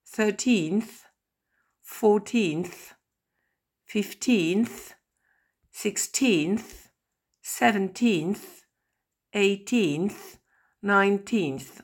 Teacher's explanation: Je lis colonne par colonne et je continue avec fourth, fifth, sixth, seventh, eighth, ninth, deuxième colonne, eleventh, twelfth, thirteenth, fourteenth, fifteenth, sixteenth, seventeenth, eighteenth, nineteenth. On retrouve l'accent tonique en deuxième syllabe.